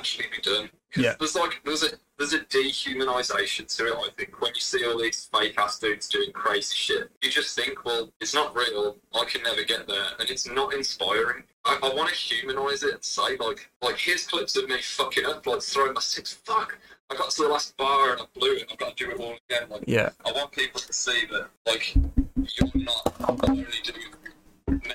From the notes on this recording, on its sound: (FaceTime). This one was recorded from my phone speaker.